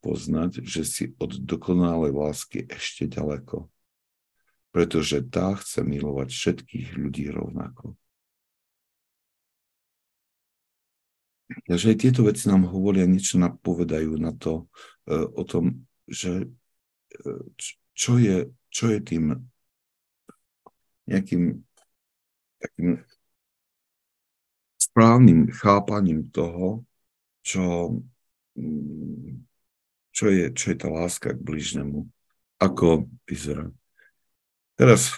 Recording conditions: video call